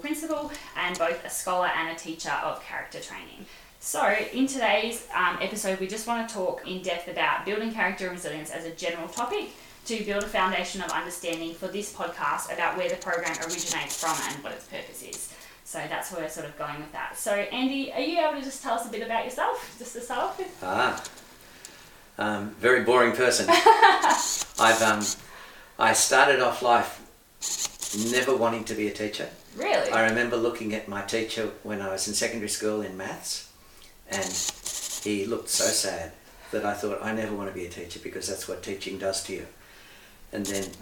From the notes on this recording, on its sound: Please bear with us as we had some technical difficulties in recording this episode, and so the audio during the interview isn't the best.